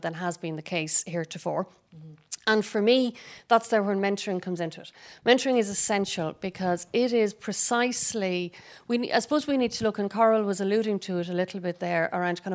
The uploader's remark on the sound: A special programme recorded in front of a live audience at a Dublin Tech Summit event.